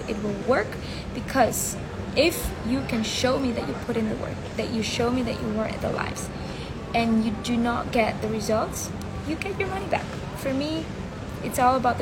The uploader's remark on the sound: I recorded this as an Instagram Live